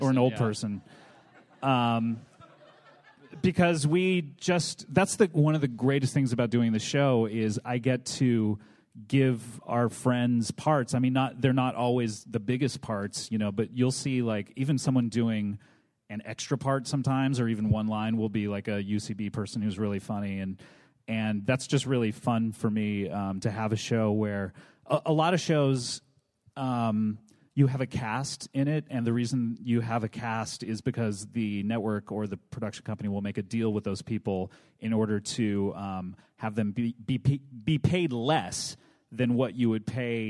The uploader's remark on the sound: From ATX Television Festival. Recorded at the Alamo Drafthouse in Austin, TX, on June 8, 2013.